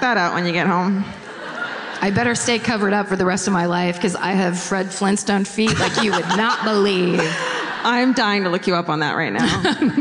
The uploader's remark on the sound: Live At The Keswick Theatre. Comes to you live from the Keswick.